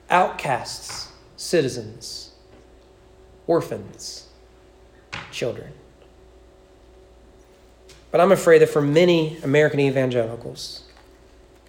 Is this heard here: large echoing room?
yes